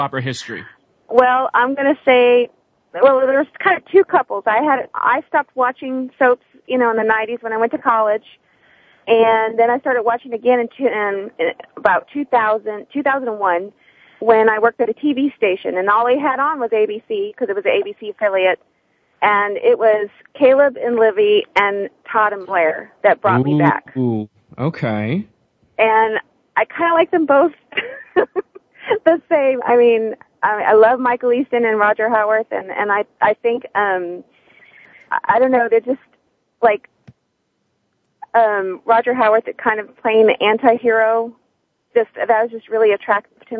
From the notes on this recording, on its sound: Soap Central Live opens the phone lines to fans.